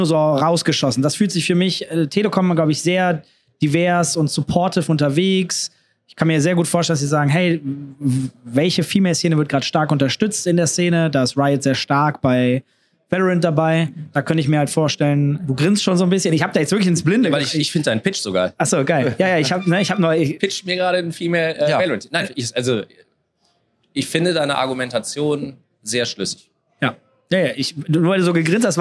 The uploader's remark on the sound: IEM Cologne Live